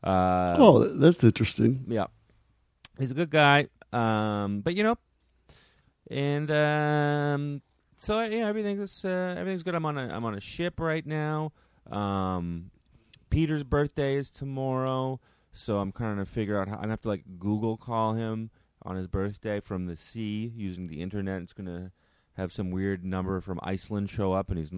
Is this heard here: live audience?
no